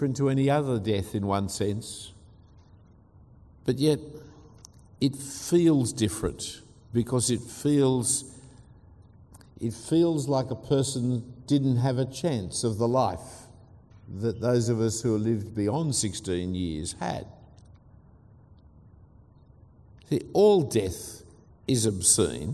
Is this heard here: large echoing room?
yes